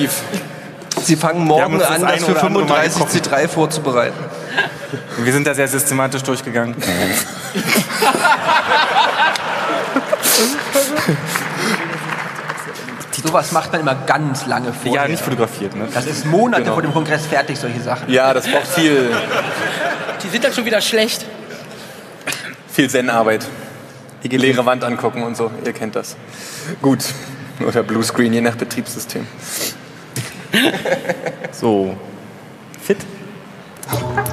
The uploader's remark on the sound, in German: Zwei Teams mit rauchenden Köpfen und ein johlendes Publikum. 34c3.